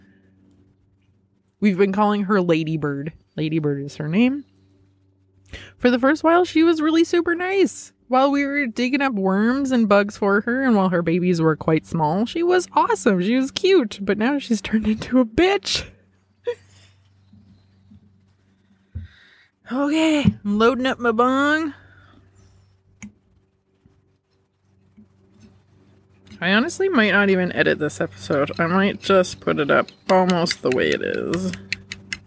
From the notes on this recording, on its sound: Outside Hoot Session. I get all my recording gear setup in my backyard. Relax to the soothing sounds of nature!